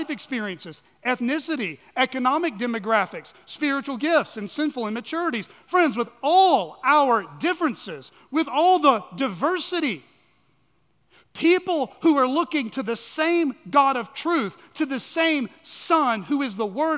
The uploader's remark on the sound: at Chaffee Crossing Baptist Church in Barling, AR.